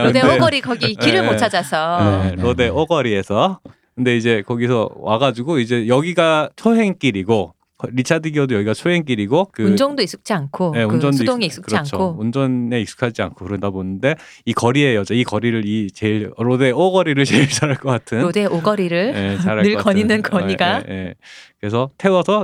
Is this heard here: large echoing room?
no